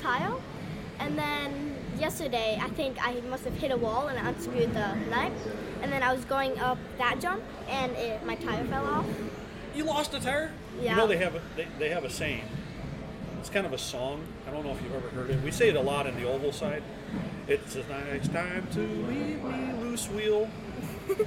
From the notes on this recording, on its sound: Live from Island Speedway. RC track.